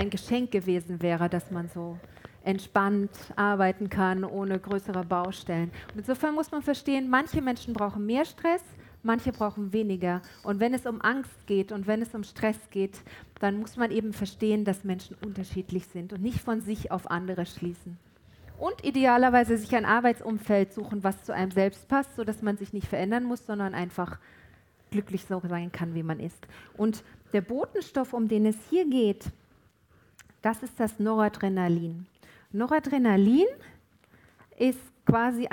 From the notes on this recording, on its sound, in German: Im DAI Heidelberg. Aufzeichnung des Vortrags.